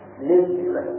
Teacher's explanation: الوجه الثاني صرف همزة الوصل والابتداء باللام المكسورة